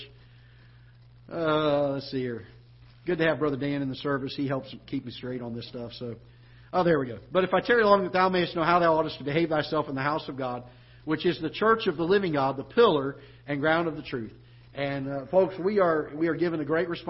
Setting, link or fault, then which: setting, large echoing room